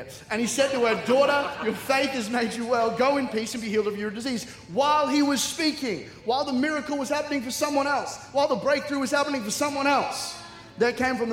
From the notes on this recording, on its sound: C3 Powerhouse. Recorded during our 5pm service on Sunday, the 14th of January 2024.